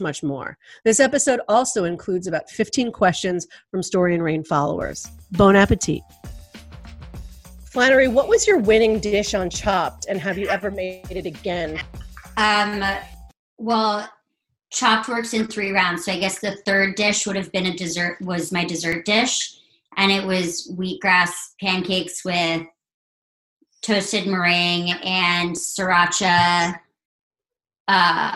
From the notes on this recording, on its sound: An Instagram Live Podcast